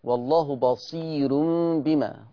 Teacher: بصير بما، الراء مرققة لورش